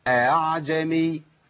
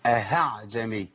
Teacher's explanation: يبقى بخلي الهمزة بين الفتحة أو بين أصل الفتحة وهو الألف وبين الهمزة، بين المخرجين · Shown in: first take · بين مخرج الألف مخرج الجوف وبين مخرج الله. · Term: بالتسهيل